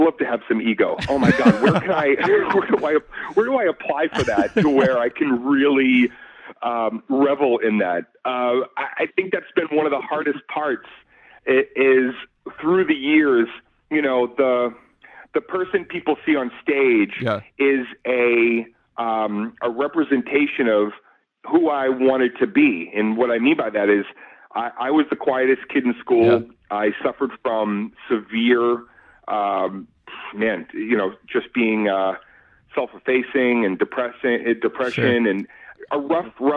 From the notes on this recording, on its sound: IN THE STUDIO (by phone)